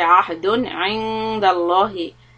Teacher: The word ahdun ends with izhar because it's being followed by letter ayn.